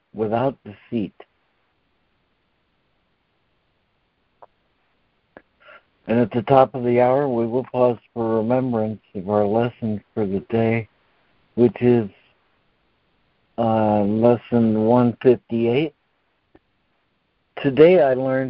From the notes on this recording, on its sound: ACIM Daily Conference Call